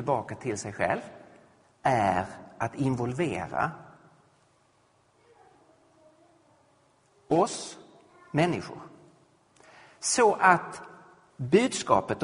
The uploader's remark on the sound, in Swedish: Inspelad vid Credoakademins f&#246;rel&#228;sningsserie &quot;Till den kristna trons f&#246;rsvar&quot; i Betlehemskyrkan i Stockholm